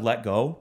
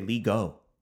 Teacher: You're completely changing the vowel properties of E there in let, and you're just disregarding the T at that point. · Shown in: second take